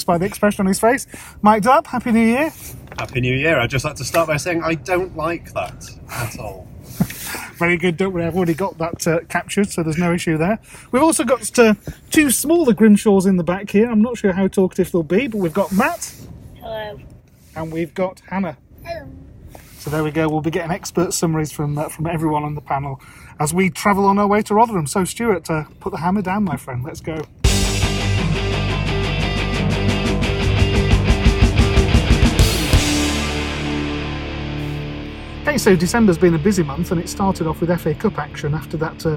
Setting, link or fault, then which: setting, inside a vehicle